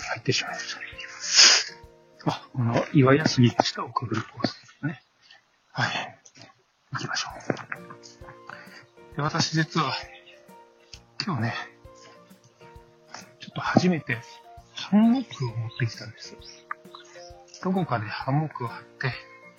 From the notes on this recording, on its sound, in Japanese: 今回は二上山からお送り致します。二上山登山中に録った音源をお送り致します。